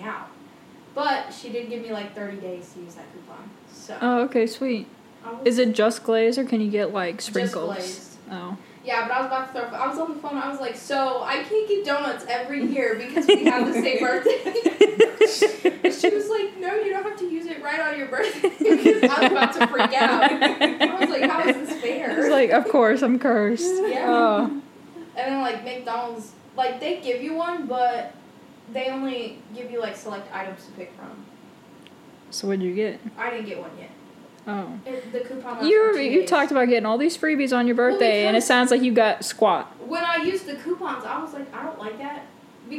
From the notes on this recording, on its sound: Sorry for the audio, we were having technical difficulties.